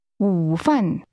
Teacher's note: Lunch is pronounced with a falling, rising tone, followed by a falling tone.